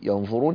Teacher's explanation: إذا أردت أن تفخم ففخم الغنة، لأن الغنة جاء بعدها واحد من حروف الاستعلاء